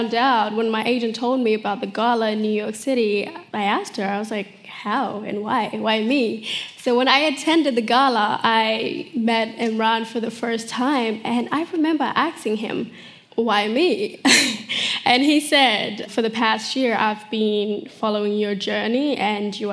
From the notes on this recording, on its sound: on stage at BoF VOICES in 2018